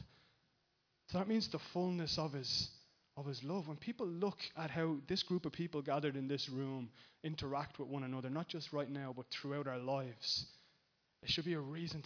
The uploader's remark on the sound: Recorded live in Liberty Church